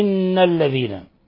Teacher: نون مشددة تغن مقدار حركتين